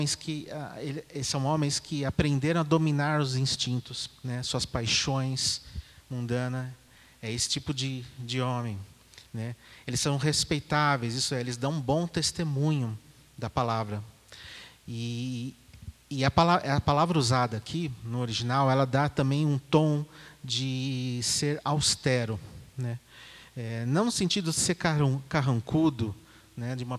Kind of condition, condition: setting, large echoing room